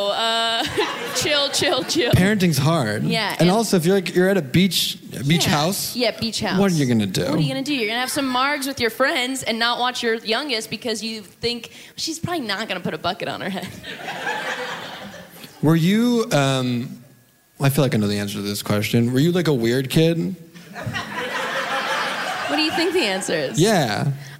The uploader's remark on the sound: A special live episode. Live from the 6th Annual Trill Comedy Fest in Houston, TX.